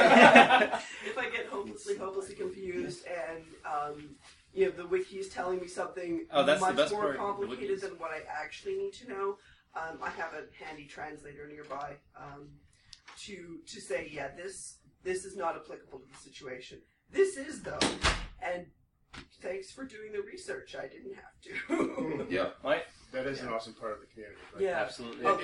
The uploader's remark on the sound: HPR at NELF 2014 Afterparty. The Zoom H1 Recorders are fantastic devices. They definitely pick up more sound than I did when the podcast was being recorded. I heard things in playback that I wish I had heard and addressed during the live recording.